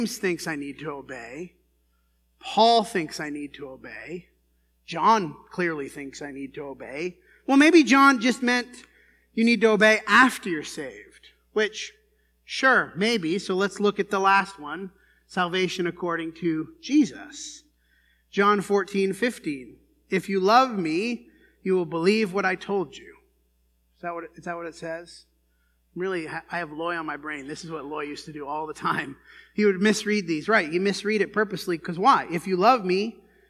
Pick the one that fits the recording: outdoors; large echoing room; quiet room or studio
large echoing room